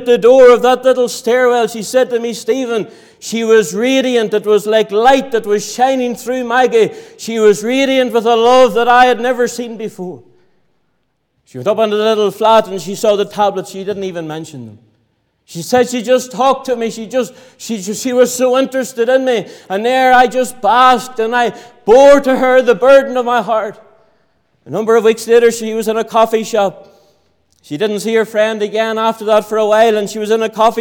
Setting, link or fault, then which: setting, large echoing room